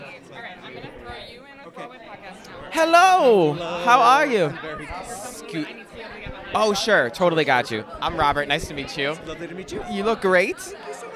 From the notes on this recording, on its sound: LIVE from Fat Ham Broadway Opening! On the Fat Ham Broadway opening night red carpet.